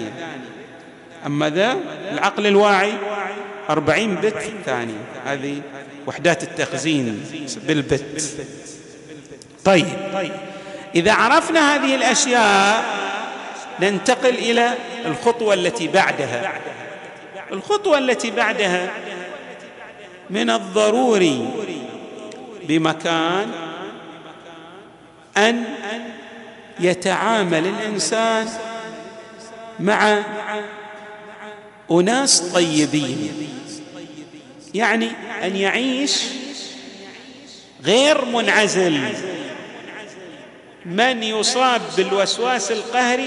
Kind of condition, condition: setting, large echoing room